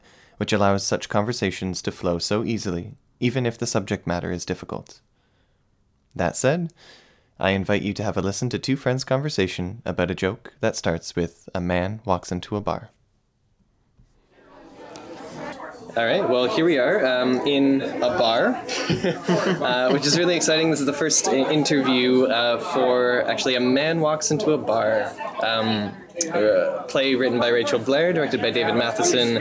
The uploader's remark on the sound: Have a drink in a pub. In and around Toronto.